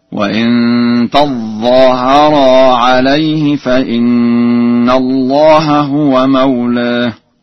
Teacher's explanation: فقد قرأ ورش بتشديد الظاء